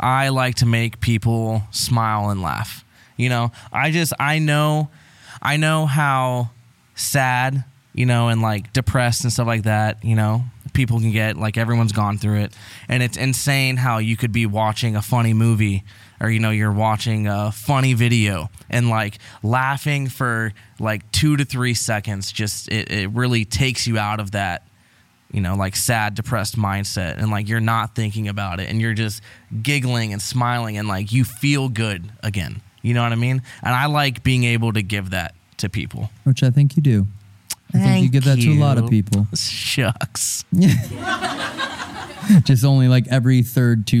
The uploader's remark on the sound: Live Show Start: our tour trailer is falling apart. This episode was filmed in front of a live audience at the haunted Hillview Manor in New Castle, PA.